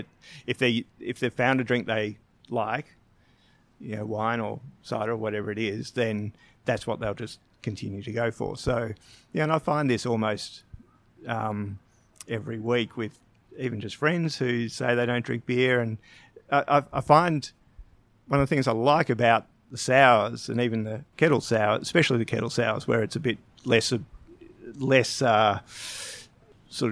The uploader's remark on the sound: We have our last conversation recorded during our swing through the High Country Brewery Trail with a visit to Bright Brewery. We visited the High Country Breweries in late January after the fires.